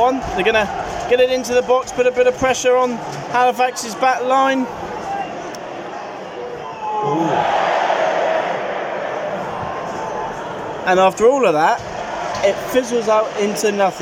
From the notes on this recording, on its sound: head to Wembley for the FA trophy final